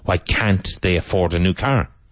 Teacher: in the negative, very important, you emphasize the T in can't.